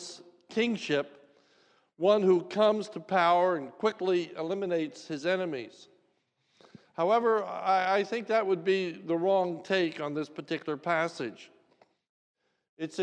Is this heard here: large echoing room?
yes